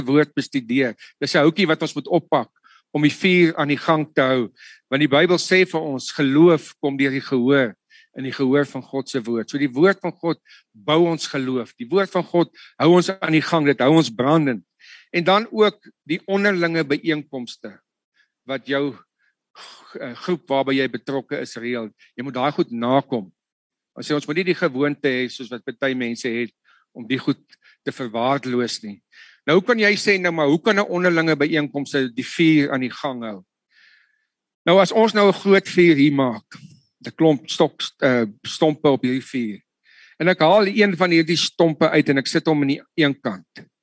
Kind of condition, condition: link, video call